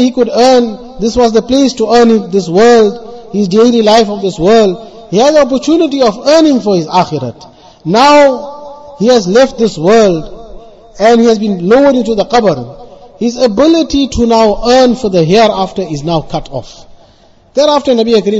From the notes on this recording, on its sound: Jumuah lecture at Avondale Musalla 20 Jan 2023